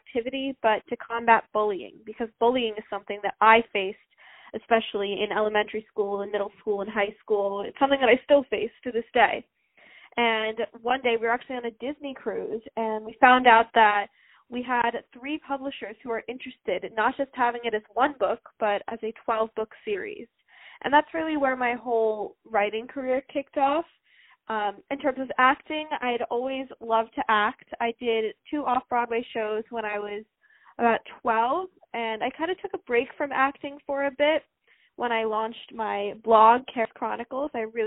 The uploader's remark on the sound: On the phone